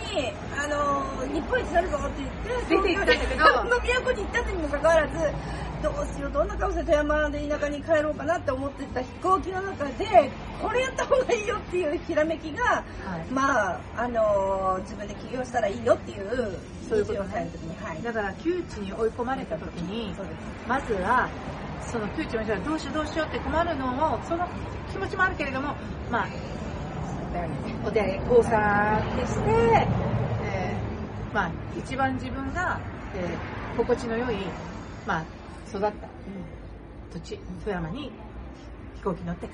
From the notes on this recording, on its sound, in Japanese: 室外での収録のため、聞きずらいところがございます。